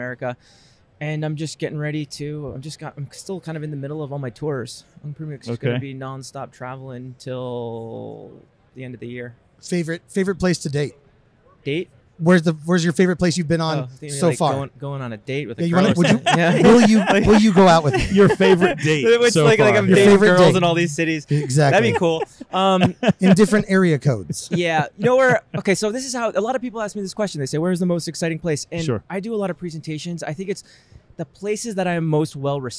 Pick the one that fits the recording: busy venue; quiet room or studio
busy venue